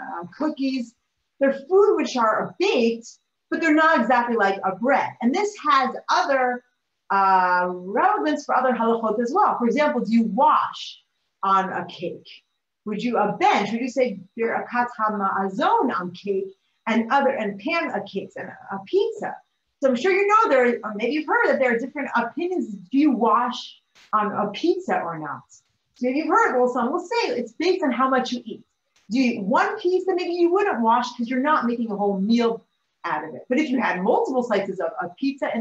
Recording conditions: video call